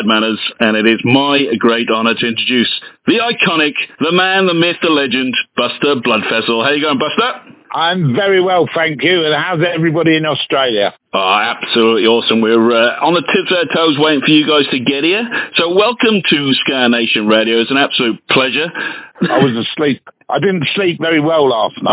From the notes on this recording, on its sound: on the phone